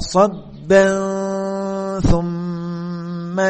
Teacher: Sobba, dua harokat. Namun kalau kita ingin menyambung dengan ayat yang berikutnya, maka diterapkan hukum tajwidnya, yaitu dengan ikhfa.